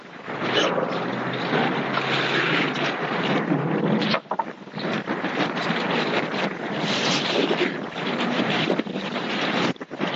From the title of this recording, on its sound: Jumah Lecture at Rainbow Masjid